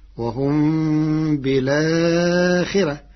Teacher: قرأ ورش كلمة بالآخرة بنقل حركة الهمزة إلى الساكن قبلها مع حذف الهمزة فتصير وهم بالآخرة مع ترقيق الراء لكسر قبلها.